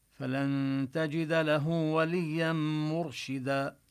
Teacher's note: الراء تفخم، سكنت وسبقها ضمة، فحكمها التفخيم